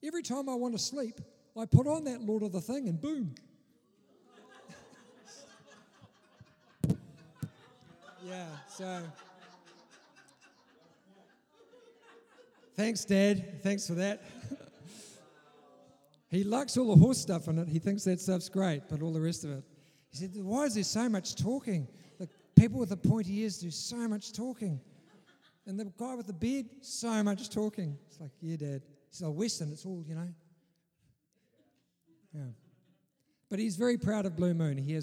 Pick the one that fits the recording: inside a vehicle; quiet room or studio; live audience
live audience